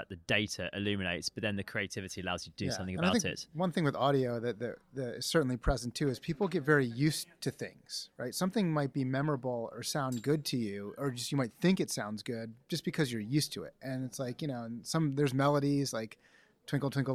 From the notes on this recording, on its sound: Live from Advertising Week New York.